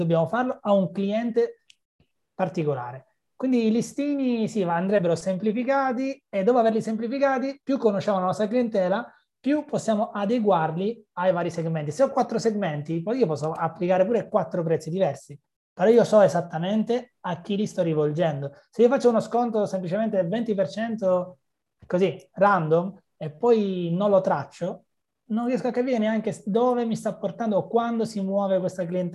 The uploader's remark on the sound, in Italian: La registrazione integrale del webinar Revenue Superstar